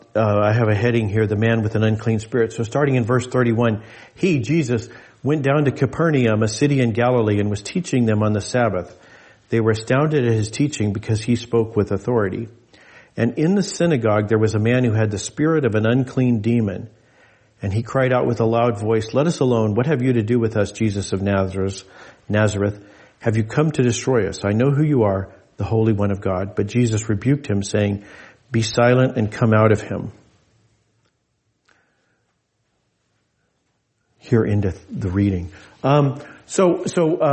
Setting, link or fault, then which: setting, large echoing room